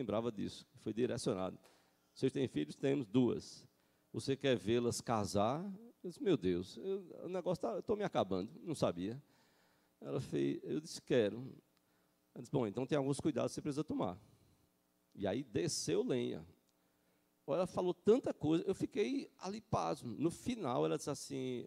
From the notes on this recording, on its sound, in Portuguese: Culto matinal(9h) presencial e transmitido ao vivo